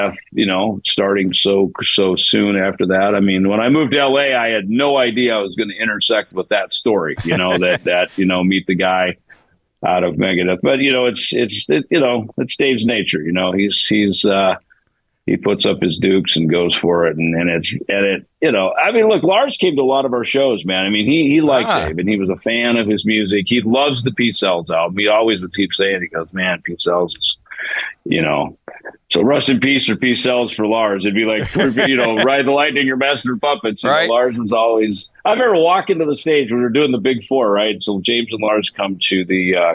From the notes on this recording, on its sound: Zoomed in to talk.